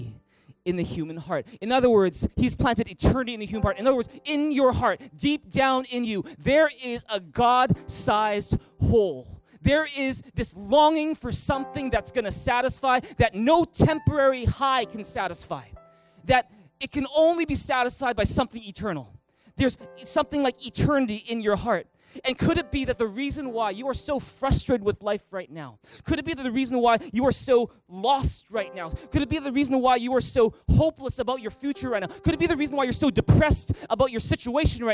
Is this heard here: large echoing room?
yes